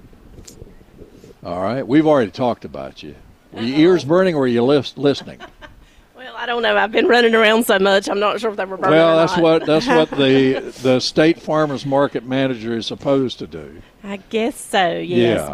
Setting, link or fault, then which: setting, busy venue